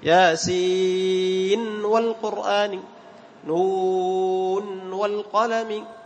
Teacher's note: شوف الدنيا نون ساكنة بعدها ياء، لكن ما أدغمنا، أظهرنا، وهذا الإظهار لجميع القراء. · Term: إظهار مطلق